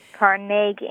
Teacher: accent on the second syllable. With more of an A than an E.